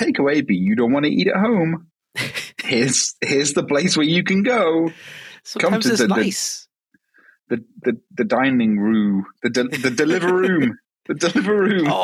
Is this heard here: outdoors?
no